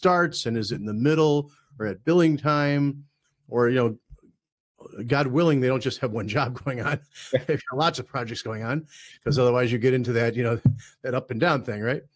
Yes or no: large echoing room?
no